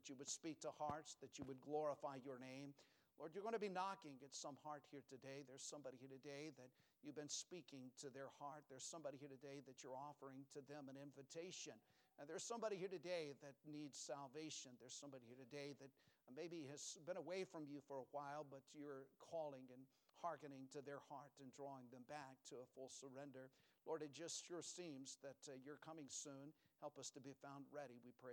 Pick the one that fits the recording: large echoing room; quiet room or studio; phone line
large echoing room